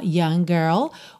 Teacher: termina em G, girl, começa em G, você junta num G só